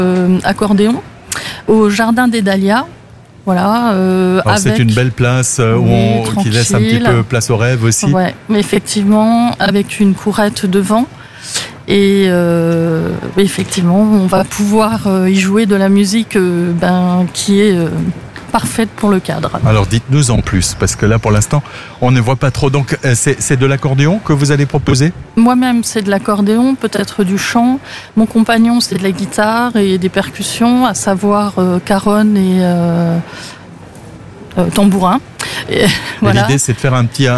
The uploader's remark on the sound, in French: Dans le cadre de la fête de la musique, ce mercredi 21 juin 2023, AZUR FM a délocalisé ses studios. En direct depuis la place d'armes (scène brasserie le fox) dans le cadre de la fête de la musique.